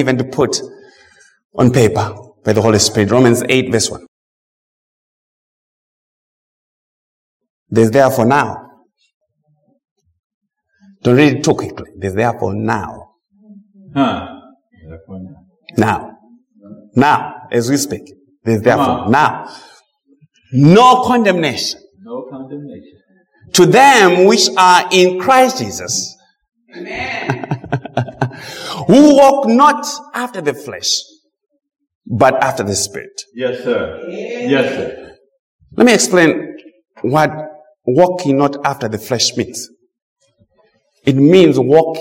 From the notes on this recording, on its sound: Preached at Mt Zion Missionary Baptist church, TN